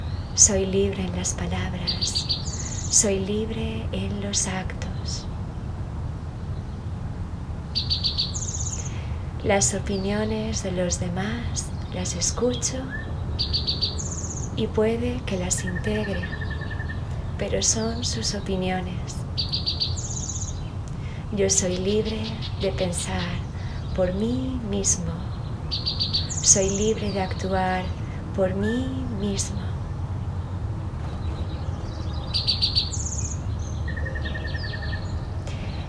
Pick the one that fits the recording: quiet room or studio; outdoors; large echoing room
outdoors